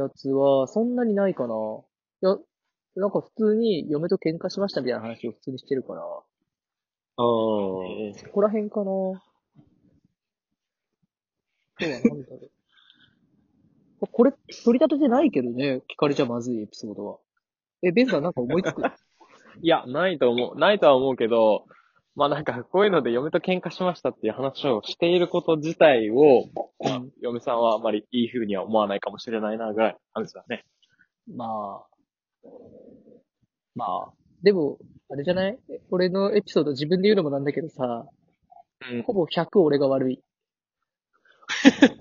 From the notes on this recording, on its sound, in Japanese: リモート収録2本立て。リモート収録によるギクシャクは許してね。